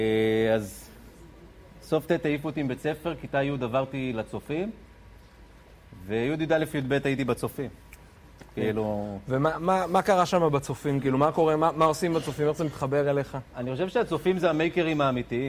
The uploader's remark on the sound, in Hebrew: באירוע לייב. הפרק הוקלט במסגרת אירועי "ערב שכולו חינוך" במועצה אזורית דרום השרון.